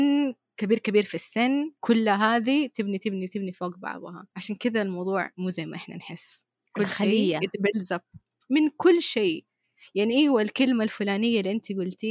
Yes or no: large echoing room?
no